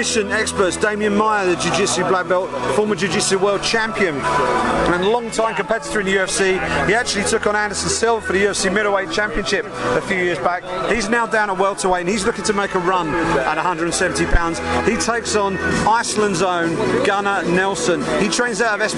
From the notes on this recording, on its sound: Live recordings from octagonside pre-fight, then the press conferences post-fight, at UFC 194 in Las Vegas.